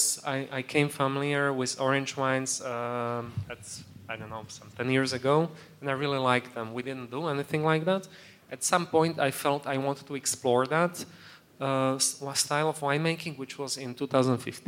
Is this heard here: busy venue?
yes